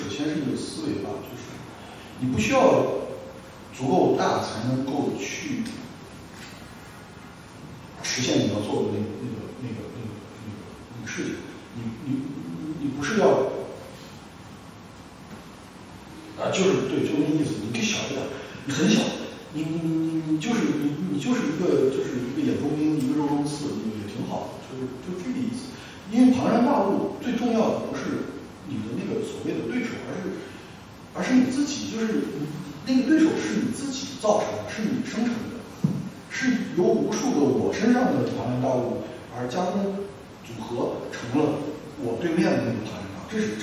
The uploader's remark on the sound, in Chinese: 对谈现场录音。本场录音是现场自然收音，有空间混响和现场观众反应，与之前节目声音状态有较大区别。活动地点：中间美术馆会议室。地址：中间美术馆，北京海淀区杏石口路50号。